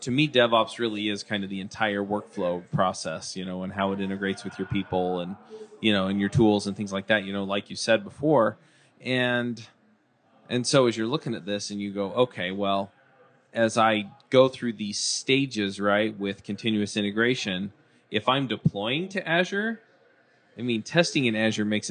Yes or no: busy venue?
yes